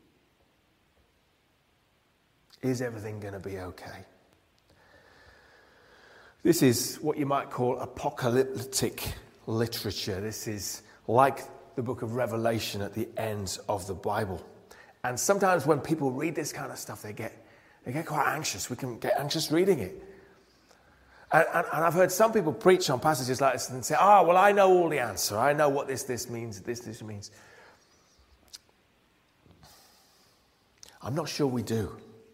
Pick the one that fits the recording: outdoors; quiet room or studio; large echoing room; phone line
large echoing room